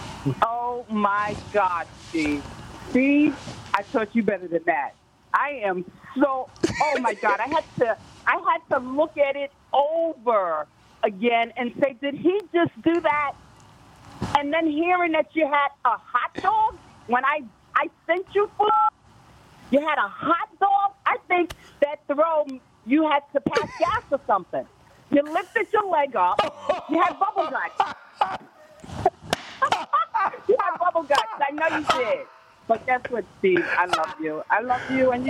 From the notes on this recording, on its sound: surprise phone calls